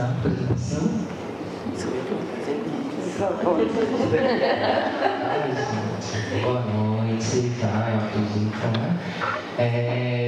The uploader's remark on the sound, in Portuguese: A gravacão foi realizada no Seminário Perspectivas da violência e a população LGBT+: Fortalecendo redes e resistências, ocorrido em dezembro de 2019, na Universidade do Vale do Rio dos Sinos, em São Leopoldo. O evento foi promovido pelos Programas de Pós-Graduação em Saúde Coletiva e em Ciências Sociais da Unisinos.